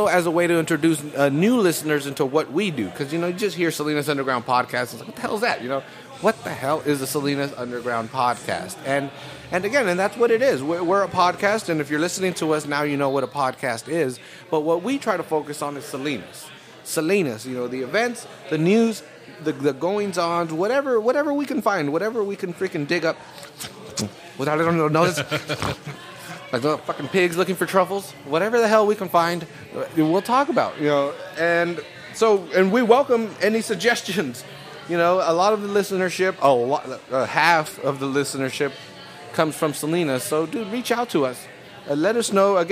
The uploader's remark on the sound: We also play some sound clips we recorded at the Fire and Ice party hosted by Jack Daniels at 201 Main. Some really great sounds of a bunch of people partying in downtown Salinas.